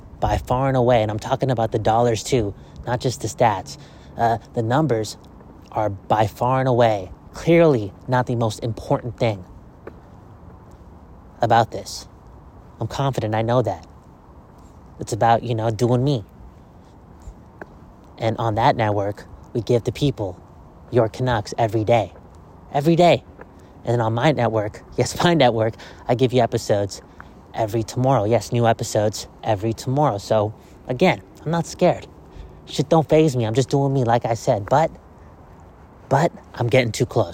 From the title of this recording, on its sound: Walk N Talk